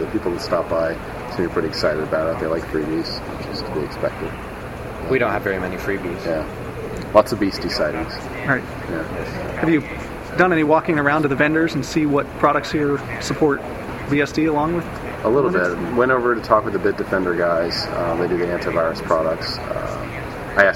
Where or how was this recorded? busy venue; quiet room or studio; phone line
busy venue